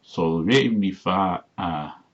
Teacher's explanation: And to make it feminine, you lengthen the vowel and put a glottal stop between it